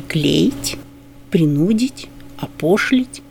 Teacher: Заметим, корень берет на себя ударение.